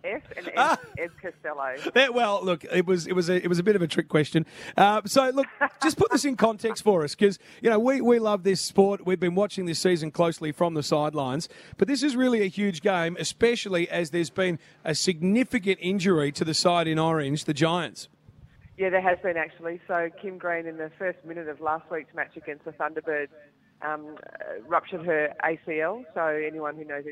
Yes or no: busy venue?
yes